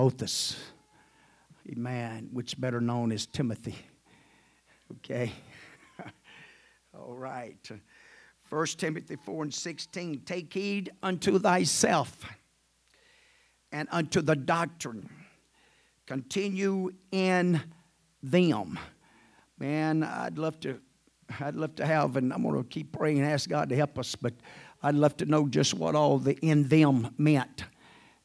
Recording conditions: large echoing room